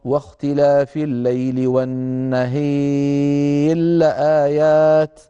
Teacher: يميل الألف التي قبل الراء المتطرفة المكسورة · نحول الراء إلى لام وندغم اللام في اللام